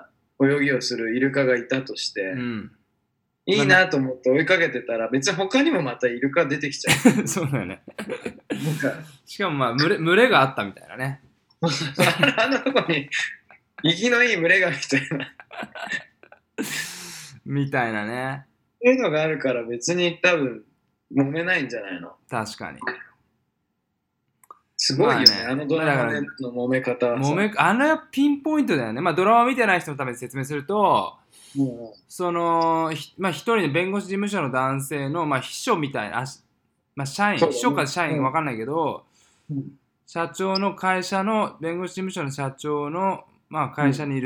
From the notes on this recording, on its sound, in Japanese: 今日は、シンガポールと東京の遠隔収録。